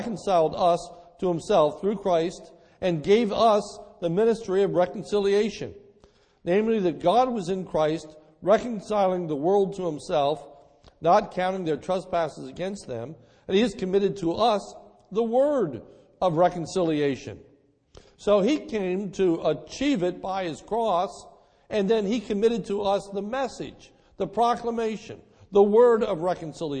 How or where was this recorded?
large echoing room